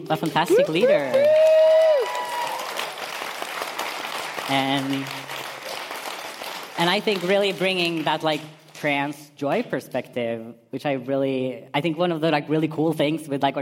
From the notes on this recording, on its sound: PKI/POGI 5 years anniversary party live podcast.